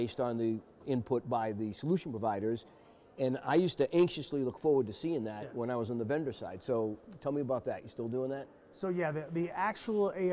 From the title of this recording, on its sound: Live From XChange